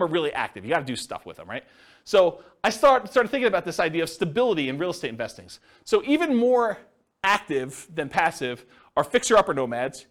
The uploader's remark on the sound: This was a live class recorded